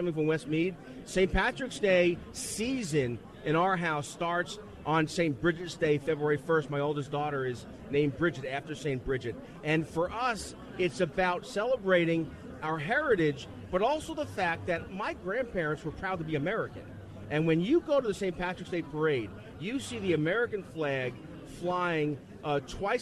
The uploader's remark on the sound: LIVE from CPAC for the second day in a row!